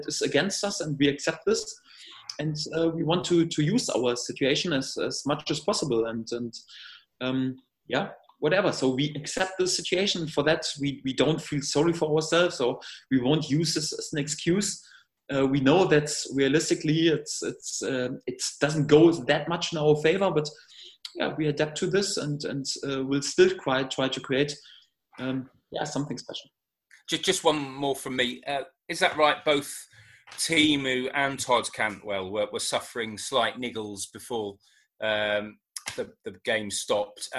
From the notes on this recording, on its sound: Video conference with the media.